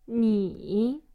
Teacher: Third tone for you. 你 Goes down and comes back up.